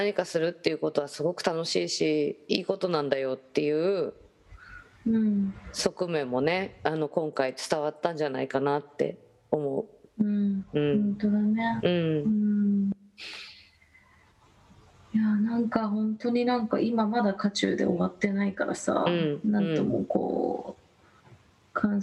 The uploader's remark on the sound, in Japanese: 本収録は ビデオ通話にて。一部聞き取りづらい箇所があります。